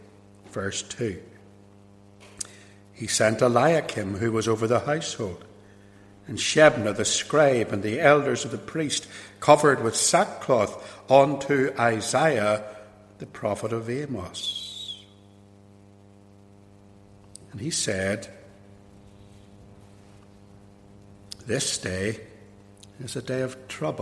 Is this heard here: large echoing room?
yes